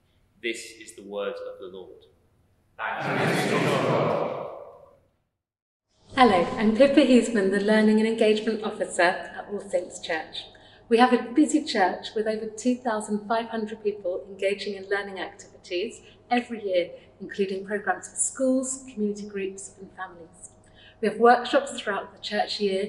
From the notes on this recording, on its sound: service of Sung Eucharist from All Saints Church Kingston